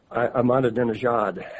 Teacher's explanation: I believe the emphasis is on the last syllable there